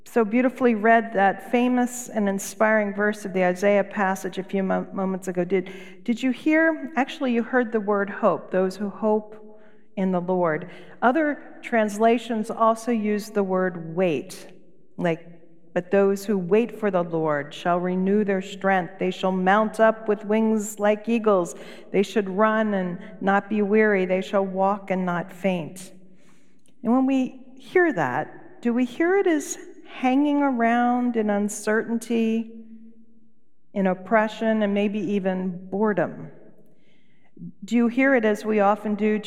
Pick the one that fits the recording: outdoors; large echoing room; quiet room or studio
large echoing room